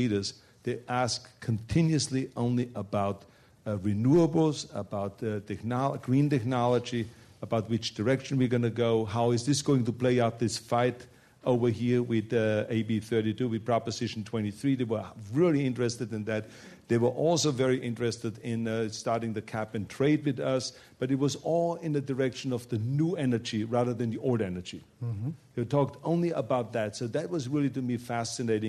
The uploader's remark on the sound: This program was recorded in front of a live audience at The Commonwealth Club on September 27, 2010